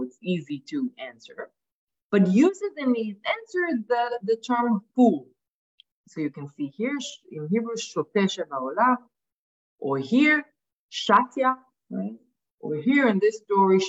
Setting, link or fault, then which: link, video call